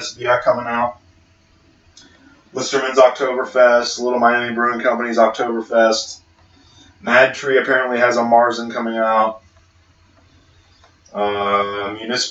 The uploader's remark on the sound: The One With the Terrible Audio